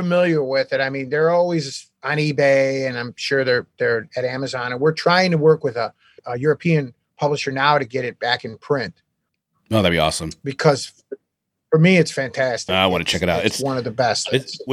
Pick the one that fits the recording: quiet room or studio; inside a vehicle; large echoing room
quiet room or studio